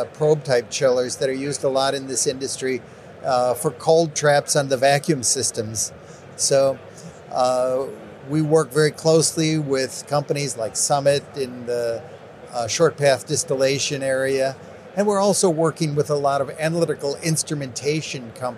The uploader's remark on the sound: MJBizCon on-site interview